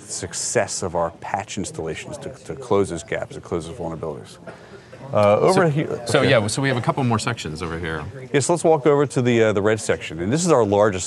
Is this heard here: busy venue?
yes